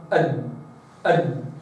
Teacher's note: اليوم موعدنا مع الحرف الثاني الذي يخرج من طرف اللسان بما يحاذيه من الحنك الأعلى، ألا وهو حرف الدال. الدال تخرج من وسط طرف اللسان